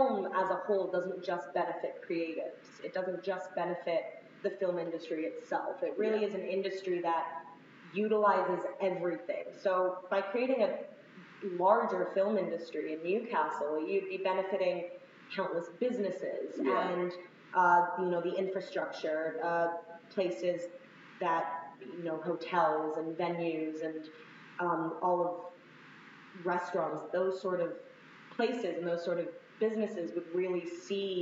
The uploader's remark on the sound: Another adventure in terrible audio